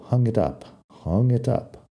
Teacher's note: Fíjate cuando digo hung it up, lo digo como junto, hung it up, hung it up, lo colgó, la colgó.